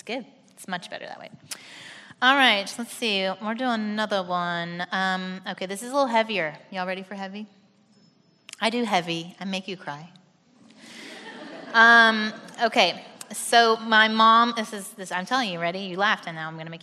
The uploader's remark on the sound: This special episode was recorded at our first Live Event held in 2017.